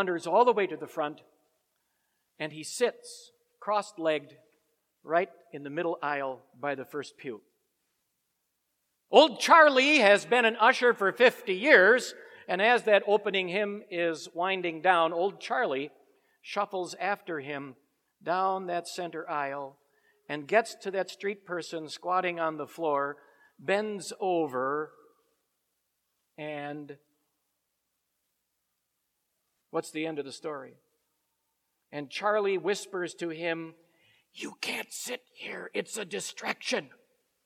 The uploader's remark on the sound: Preached at Grace Ev. Lutheran Church.